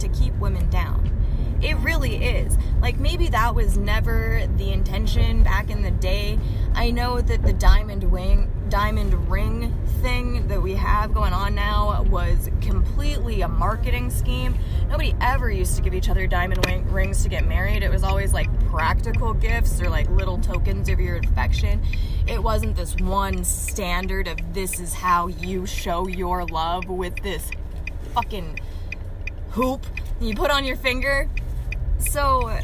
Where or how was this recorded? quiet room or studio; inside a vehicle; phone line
inside a vehicle